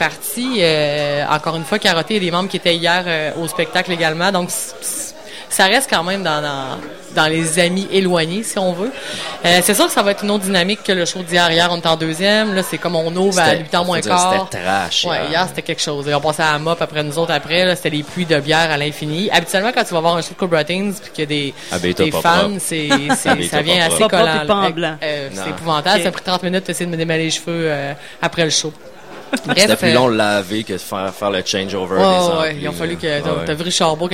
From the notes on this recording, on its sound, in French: Lors du Festival d'été de Québec sur les ondes de CKRL 89,1 en direct du bar Le Sacrilège.